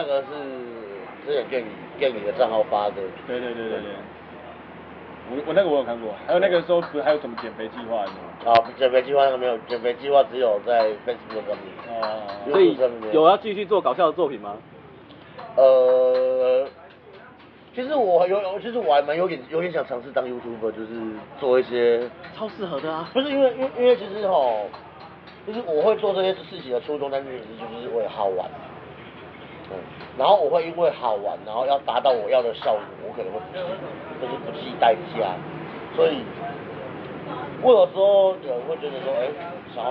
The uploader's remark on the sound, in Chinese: Anchor。錄音地點：台南 牽咖啡 Chen Coffee。